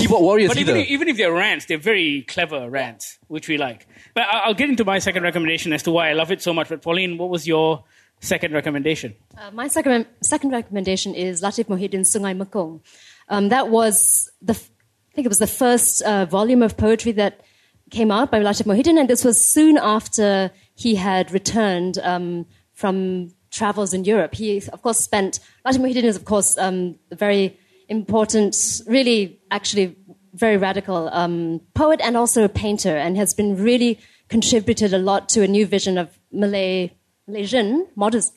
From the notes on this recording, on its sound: The good folks over at Lit Books played host to our first ever Bookmark Live event. This podcast is a live taping of that conversation.